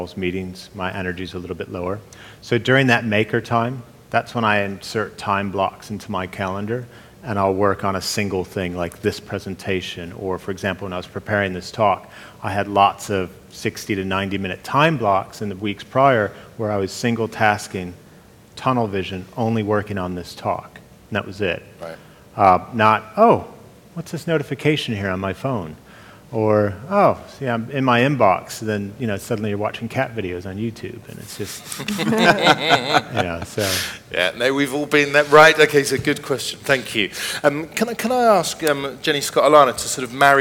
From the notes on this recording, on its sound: Speaking on the second day Elite Business’ live event on March 10